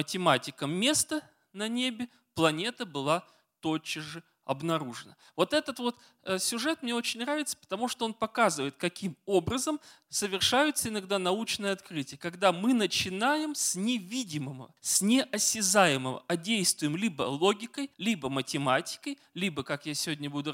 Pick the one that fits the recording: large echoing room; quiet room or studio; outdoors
large echoing room